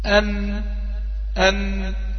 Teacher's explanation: أن مش من الشفتين، أي طرف اللسان مع فوق، صح؟ مع سقف الحنك فوق، ده مخرج النون